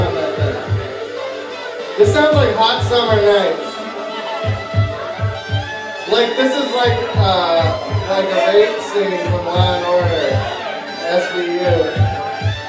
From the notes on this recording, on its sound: Live from the Scotland Yard pub!!! I go to the bar that fueled my 20 year relationship with alcohol and did my podcast in front of an unsuspecting crowd on a Saturday night.